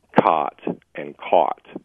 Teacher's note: In northwestern Wisconsin, we might say, well, for myself, example, I actually don't make a distinction between cot and caught. So up in northwestern Wisconsin, we have a merger of those two sounds.